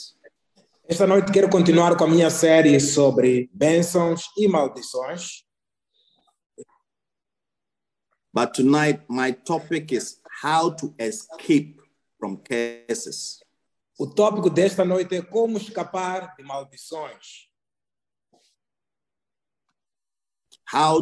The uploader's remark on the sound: Wisdom Encounter Midweek Zoom Service - City Church